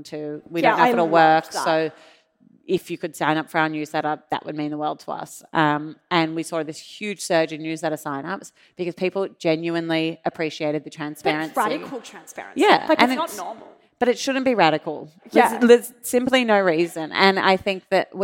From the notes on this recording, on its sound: The recording for this podcast was from a live event held at the University of Sydney on 21 September 2023.